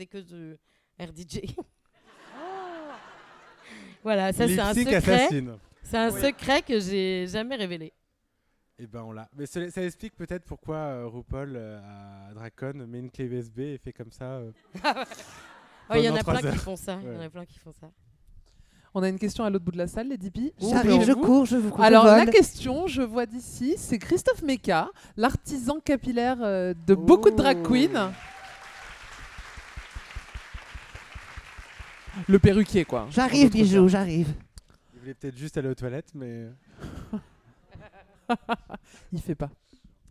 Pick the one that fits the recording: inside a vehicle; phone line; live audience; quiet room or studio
live audience